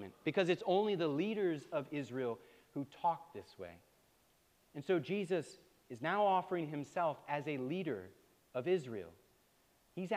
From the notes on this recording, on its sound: preached at All Saints Anglican Church in Charlottesville, VA on October 15, 2023